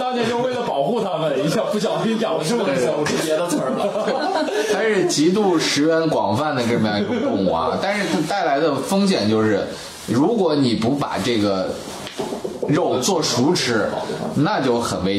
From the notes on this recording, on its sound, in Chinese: 本期节目在玉米实验室的办公区用录音笔录制，可能有街道上的杂音，请见谅。